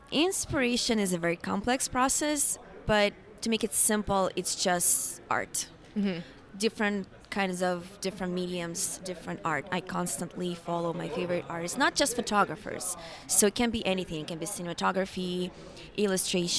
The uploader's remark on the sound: live from the basement of the Mandalay Bay during WPPI